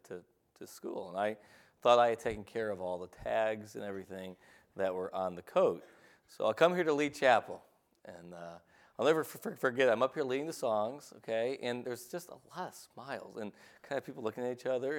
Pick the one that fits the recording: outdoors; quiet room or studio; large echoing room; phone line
large echoing room